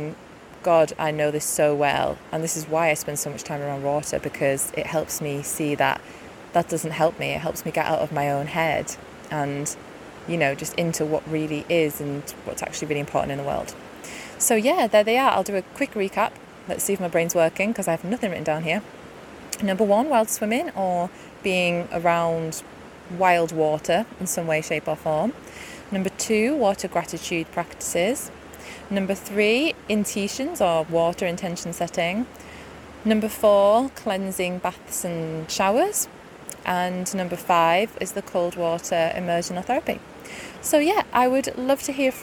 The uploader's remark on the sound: I recorded this next to my local river whilst out on a gorgeous walk, so hopefully the water sounds add to the listening experience.